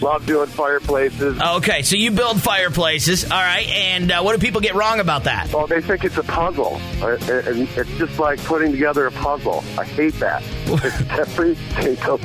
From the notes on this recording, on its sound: I opened up the phone lines today and took calls